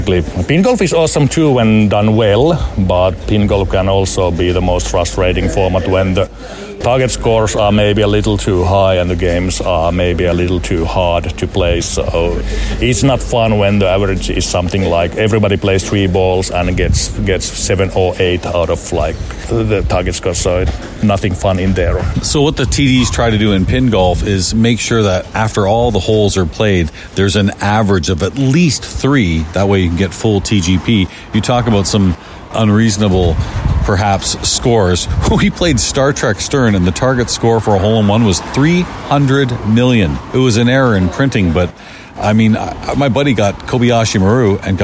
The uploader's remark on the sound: This is an interview recorded at IFPA 18 in Germany